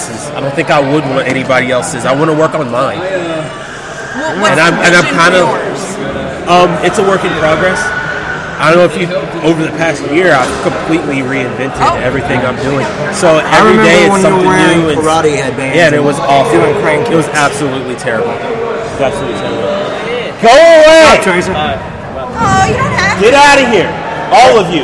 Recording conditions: background noise